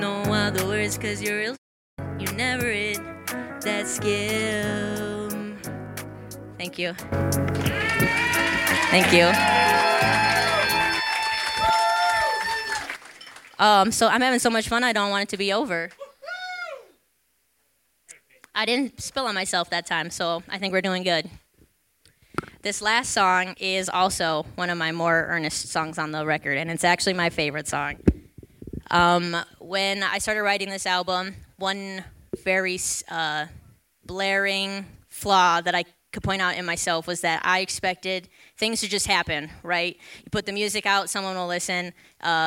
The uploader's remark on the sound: LIVE at Bub's Lower Level. With a live concert recorded on the day of the debut of her latest album. Decided to hold a celebratory party and concert at the basement level of Bubs Brewery.